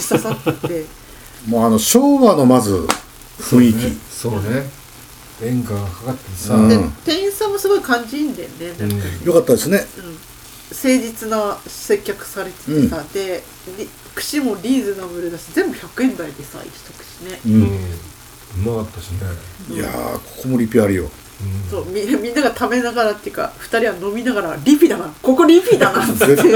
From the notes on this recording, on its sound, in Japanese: 長崎の夜はタコパで座談会。今回も長崎での収録回です。今宵は3人でたこ焼きパーティ。大衆酒場 いけいけ松ちゃん｣。雑音等、お聞き苦しい点がございます。なにとぞご容赦下さい。